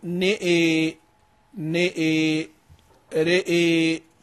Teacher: إذا ناء ورأى يقرأهما بإمالة الحرفين